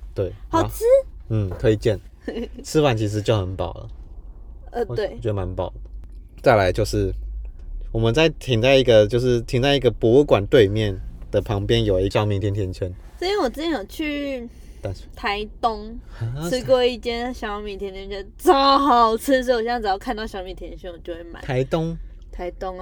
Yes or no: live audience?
no